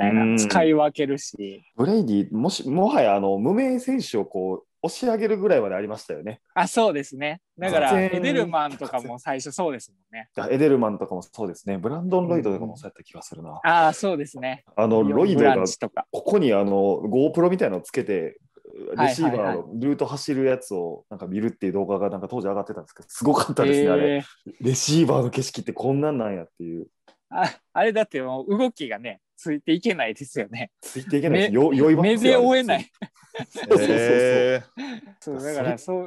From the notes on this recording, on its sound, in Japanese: 今回は感染症対策でzoomにて実施しました